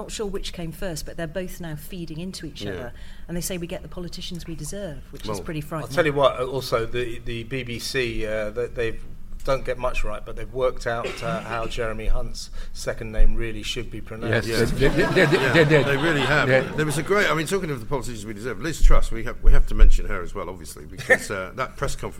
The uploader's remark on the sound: LIVE from The Battle of Ideas Festival!